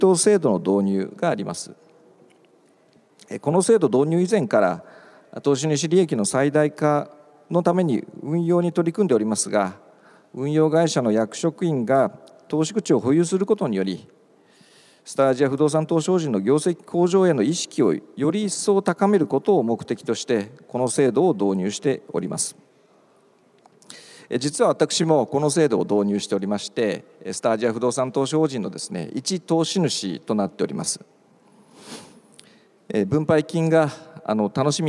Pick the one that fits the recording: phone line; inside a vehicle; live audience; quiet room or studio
live audience